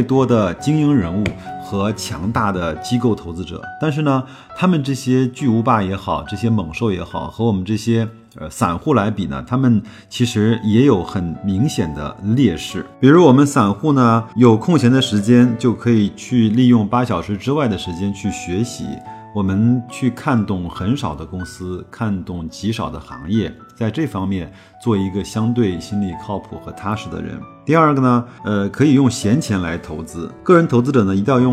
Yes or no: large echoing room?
no